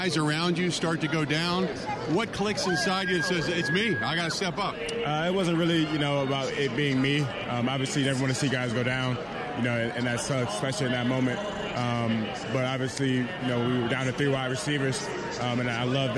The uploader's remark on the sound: Live From Radio Row At Super Bowl 57